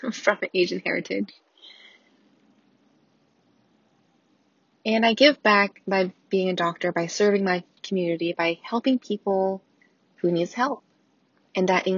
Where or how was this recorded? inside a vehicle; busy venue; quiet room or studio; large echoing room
inside a vehicle